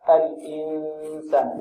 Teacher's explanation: الصحيح هو خروج أكثر صوت من الخشوم · Term: إخفاء